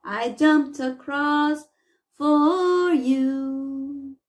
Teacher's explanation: Esse final é D, vai ter som de T